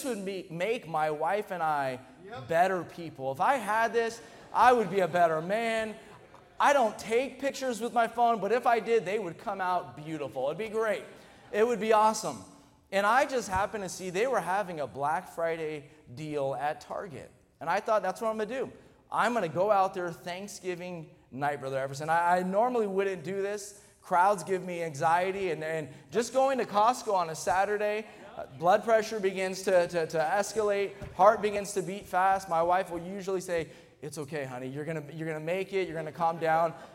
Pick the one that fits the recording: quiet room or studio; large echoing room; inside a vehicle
large echoing room